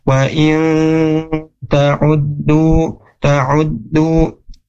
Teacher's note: Terus kemudian di ayat ke-18 nya, wa yata'uddu, huruf nun ketemu dengan huruf ta, nah ini disebut dengan ikhfa ya, jadi bacanya seperti apa, nah bacanya harus digunnahkan, dimasukkan ke hidung.